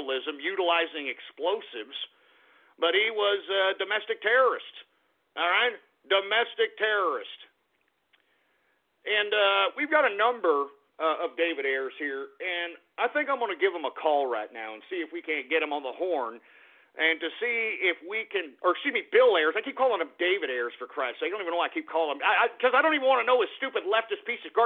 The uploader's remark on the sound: opens up the phone lines again and takes your calls